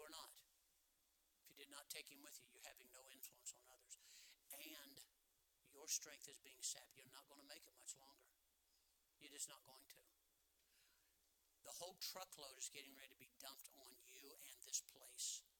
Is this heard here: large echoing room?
yes